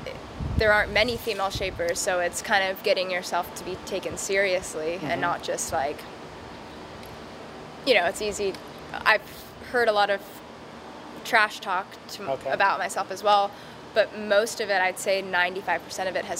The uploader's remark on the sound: This episode was recorded at The Boardroom Show